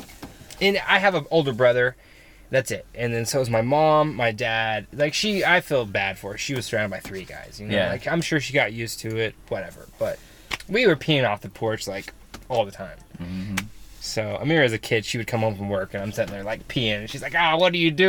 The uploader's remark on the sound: From the van. Living and working full time in their van.